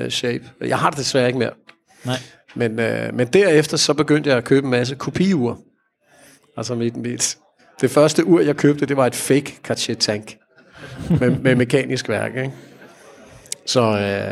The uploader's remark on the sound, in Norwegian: Spilt inn live foran publikum på Oslo Swap Meet. Besvarer noe av publikums spørsmål.